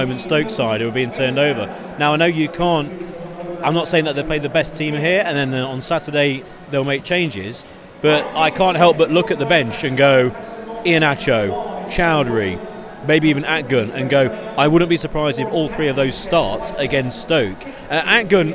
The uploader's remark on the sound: Live at the King Power as Leicester beat Preston 3-0 to sit top of the Championship.